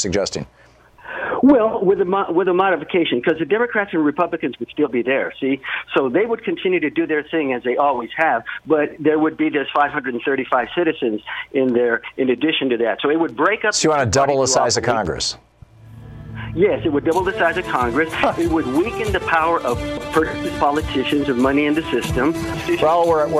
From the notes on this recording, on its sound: Callers phone in with questions